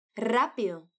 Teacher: Esse R do começo é bem forte mesmo.